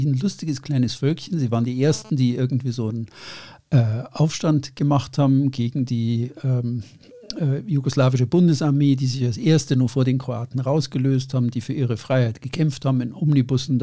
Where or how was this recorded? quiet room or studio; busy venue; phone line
quiet room or studio